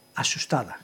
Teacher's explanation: en Cangas non decimos, non pronunciamos o xe · Term: seístas